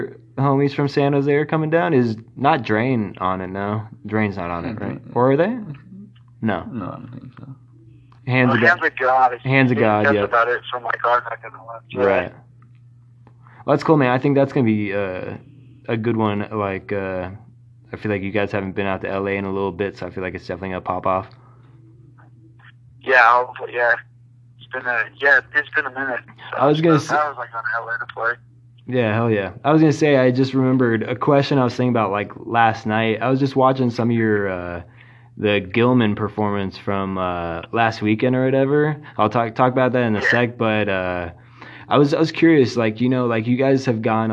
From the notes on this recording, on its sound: phone interview